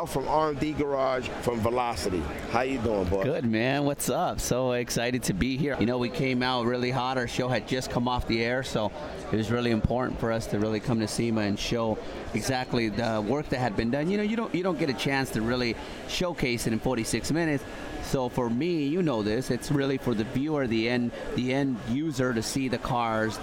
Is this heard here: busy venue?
yes